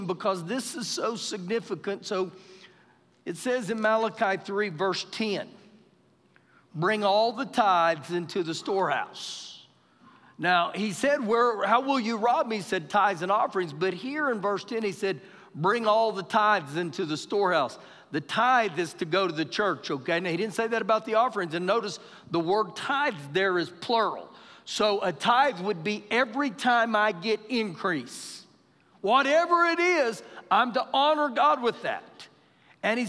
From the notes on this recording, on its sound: Recorded live during our Wednesday night service